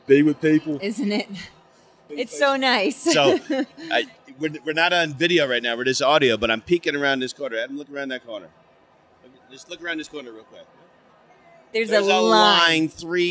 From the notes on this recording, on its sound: during the 2023 SNA Annual National Conference in Denver, Colorado